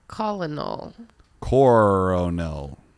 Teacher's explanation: When it comes to the word colonel, think of the first L as an R.